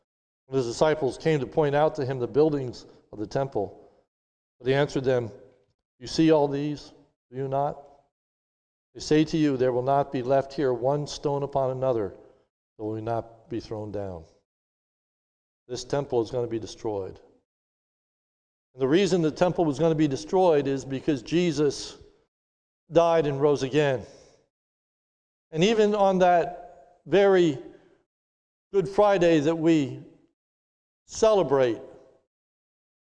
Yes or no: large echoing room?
yes